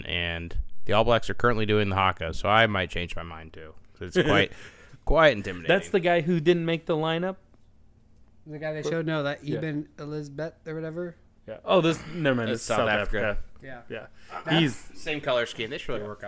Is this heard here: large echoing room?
no